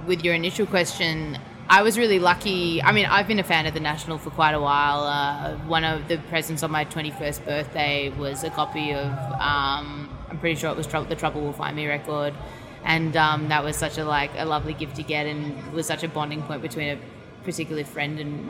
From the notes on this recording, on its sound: backstage at Lollapalooza